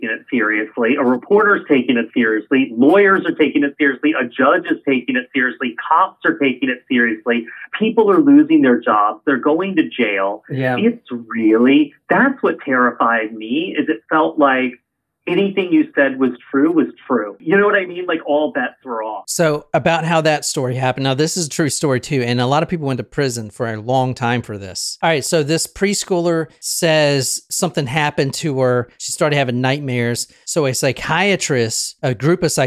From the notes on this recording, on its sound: via phone